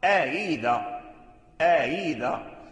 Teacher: فنافع سهل الهمزة الأخرى أي الثانية إذا اجتمعت همزتان في كلمة، فنافع يسهل الهمزة الثانية للتخفيف · Term: تسهيل الهمزة الثانية